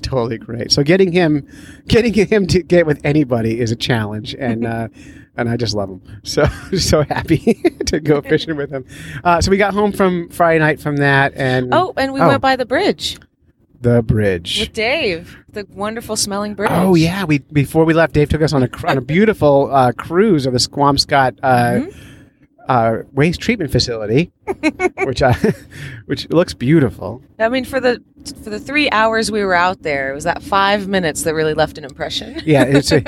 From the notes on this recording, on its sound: This was recorded live on Silver Lake. We also got dozens of calls from listeners who wanted to share congratulations and fishy jokes.